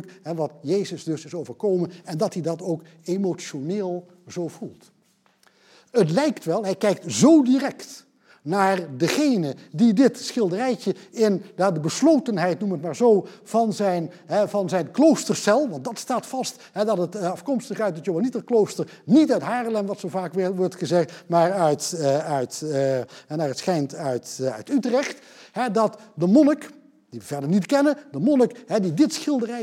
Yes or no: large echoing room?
yes